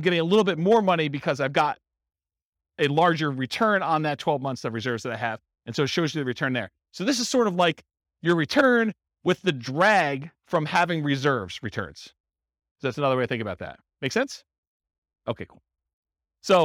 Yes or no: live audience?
yes